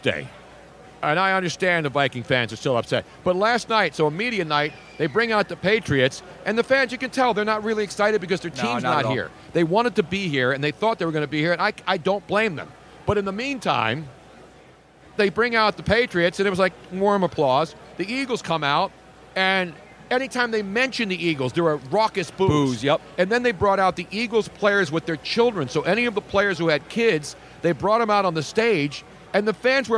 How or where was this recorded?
busy venue